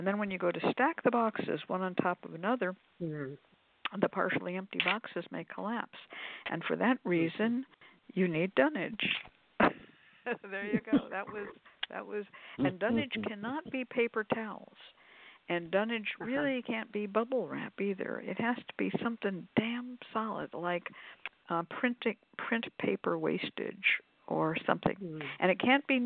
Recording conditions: phone line